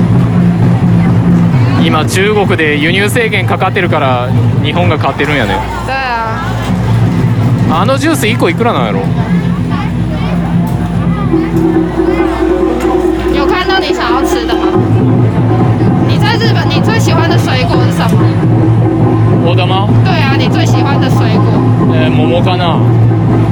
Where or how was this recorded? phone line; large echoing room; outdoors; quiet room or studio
outdoors